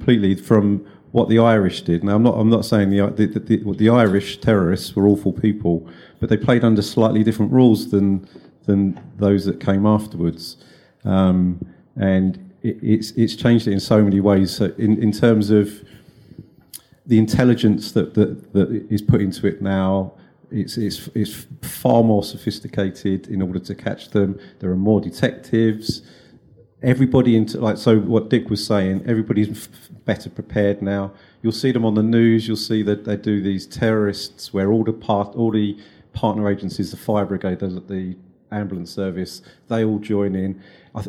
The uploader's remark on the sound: In this gripping episode recorded live at CrimeCon UK in London.